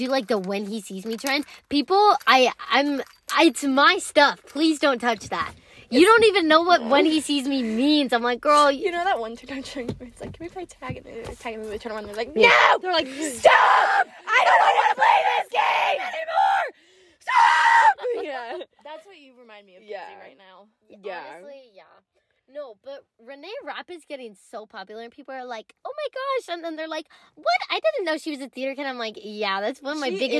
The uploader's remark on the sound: join me to talk about girl talk in the car